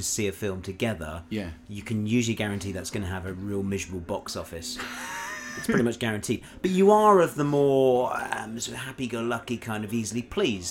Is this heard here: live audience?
no